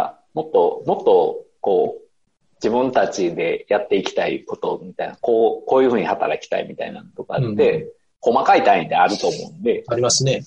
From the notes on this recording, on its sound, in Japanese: 今回も Zoom によるリモート収録です。